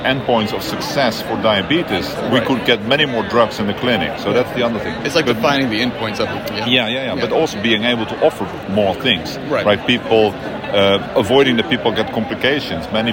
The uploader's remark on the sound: recorded during IDS Paris 2023